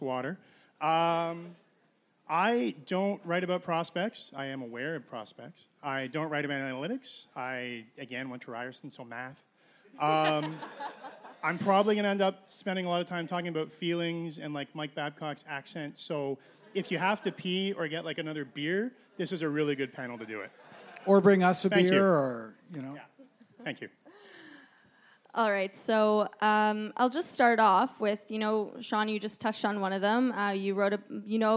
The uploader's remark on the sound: at Puck Talks Festival.